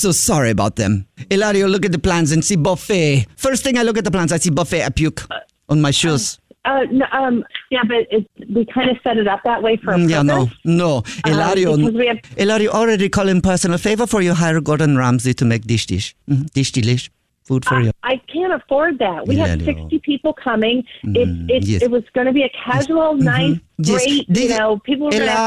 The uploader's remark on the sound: In today's Phone Prank